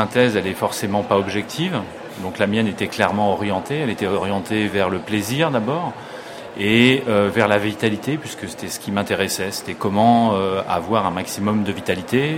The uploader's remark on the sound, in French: A l’occasion du Salon planète durable, parc des expositions de la porte de Versailles à Paris. Nous vous proposons d’écouter l’enregistrement que nous avons fait lors du salon planète durable en Avril 2011.